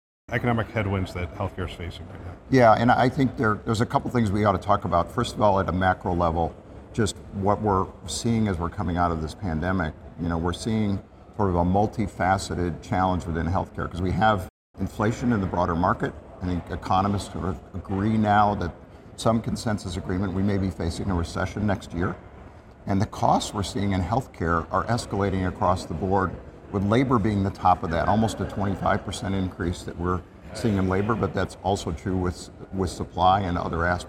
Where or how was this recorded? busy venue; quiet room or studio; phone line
busy venue